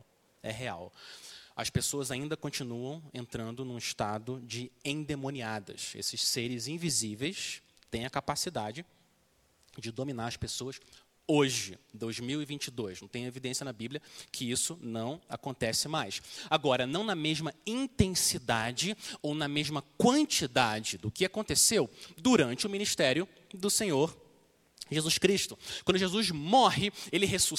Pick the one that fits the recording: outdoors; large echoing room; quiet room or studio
large echoing room